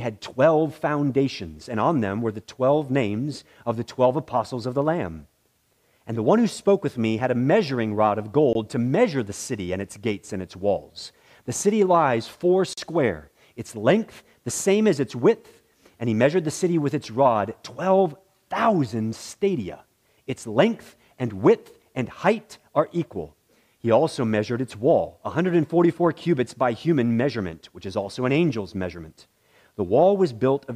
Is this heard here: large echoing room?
yes